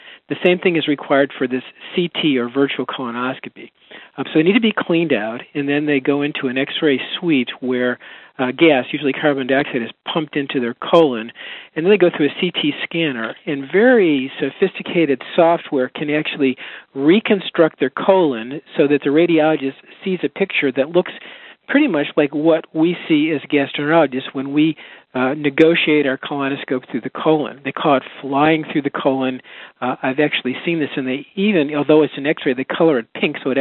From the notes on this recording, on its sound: July 2007 Author in the Room® Teleconference